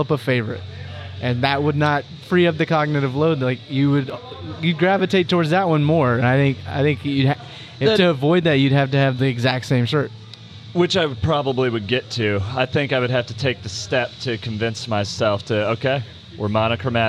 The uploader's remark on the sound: Live From Row24 At CrossFit Sua Sponte